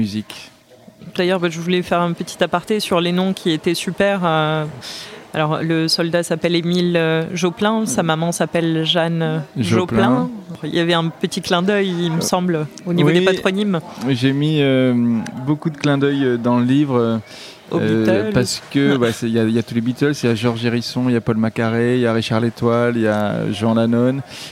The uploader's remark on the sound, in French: Cet épisode a été enregistré au salon du roman historique de Levallois Perret les 2 et 3 juillet dernier.